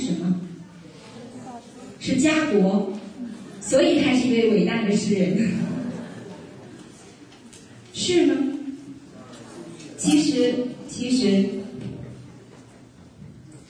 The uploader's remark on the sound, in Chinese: 赴青海民族大学做题为《诗中有道——从古典诗词看中国传统价值体系》的公益讲座。现将现场录音与大家共享。